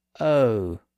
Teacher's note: But in the 1700s and 1800s, it also started to acquire a little glide at the end. In American English, it tends to be pronounced as O, with a little oo sound at the end. · Term: diphthong